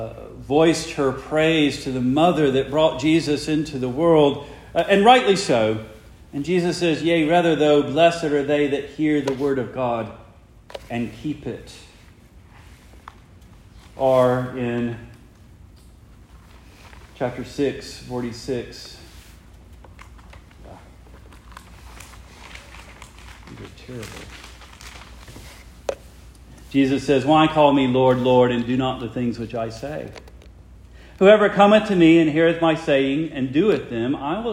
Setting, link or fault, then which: setting, large echoing room